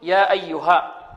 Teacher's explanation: المد المنفصل للإمام قالون يمد بمقدار حركتين